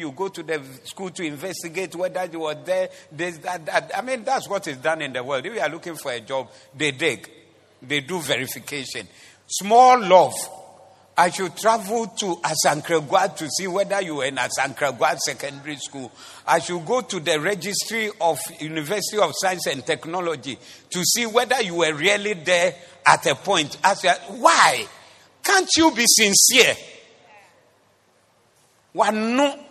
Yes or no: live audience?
yes